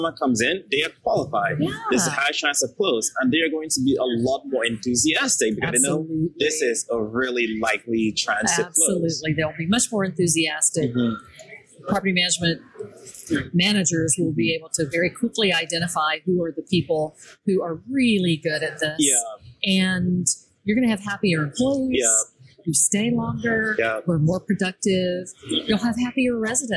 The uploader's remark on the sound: LIVE AT NAA